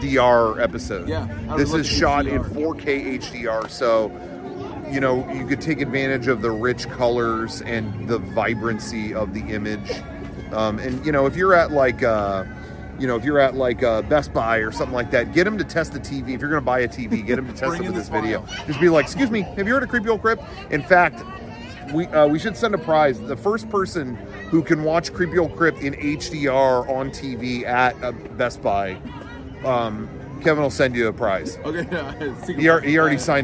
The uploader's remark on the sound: Recorded at the Main Street train station at Disneyland